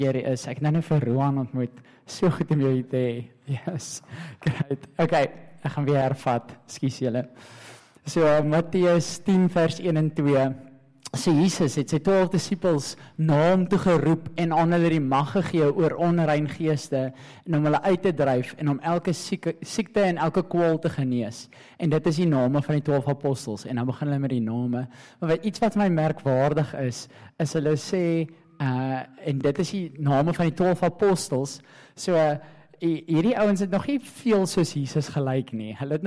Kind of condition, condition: setting, large echoing room